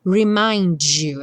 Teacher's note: no caso do D, não vira ch, vira j